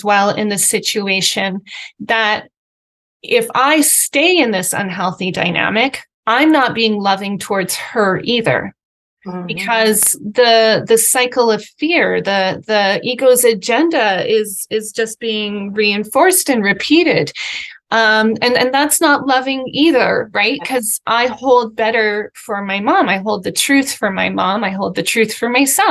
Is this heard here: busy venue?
no